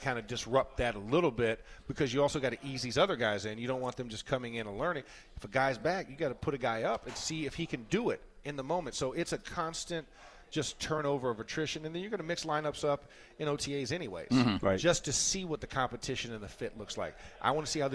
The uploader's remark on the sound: Talk live from the NFL Owner's Meeting in Phoenix, Arizona.